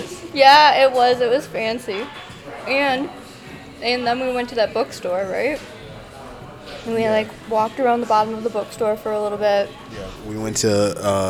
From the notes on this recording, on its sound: All live from a few different coffee shops in Downtown Royal Oak, Michigan. Sorry if the background noise is too loud.